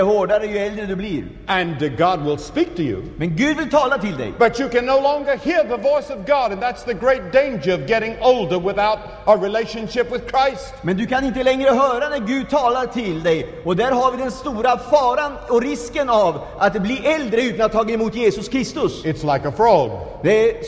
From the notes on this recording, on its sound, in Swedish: Inspelad i Scandinavium, G&#246;teborg 1977-01-14